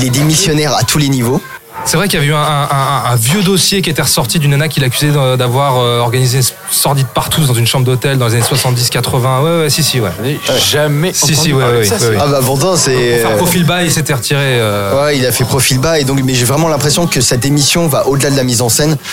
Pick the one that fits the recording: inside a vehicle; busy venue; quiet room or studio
busy venue